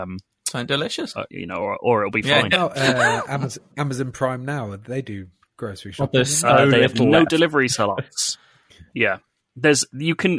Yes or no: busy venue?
no